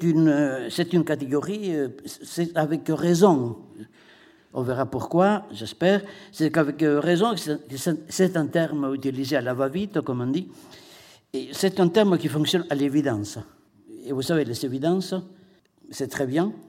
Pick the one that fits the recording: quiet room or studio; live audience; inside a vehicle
live audience